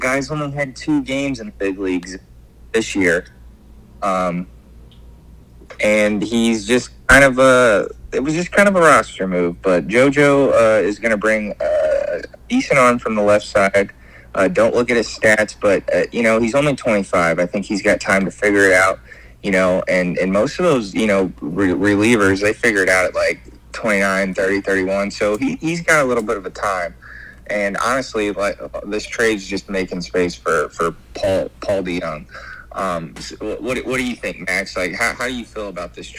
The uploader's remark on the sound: All 3 co-host join together over the phone